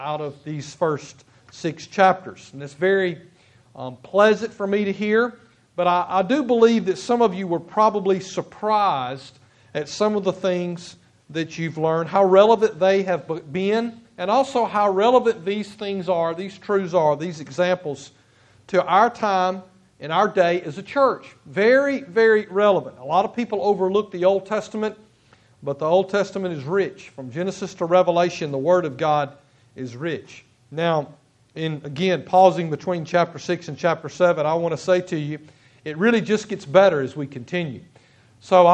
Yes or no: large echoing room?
yes